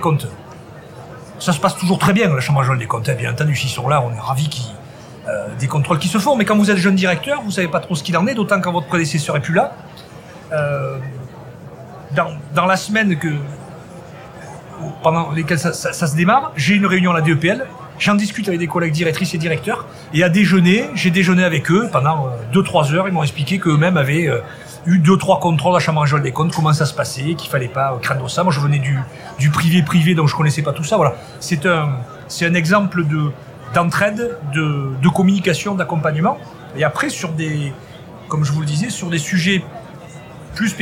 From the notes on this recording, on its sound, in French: Banque des Territoires La Radio vous emmène à Tours au congrès des EPL. Retrouvez les émissions comme si vous y étiez avec les invités en plateau, les reportages en région et également les interviews en direct des couloirs du congrès. Enregistré le 05/10 à Tours.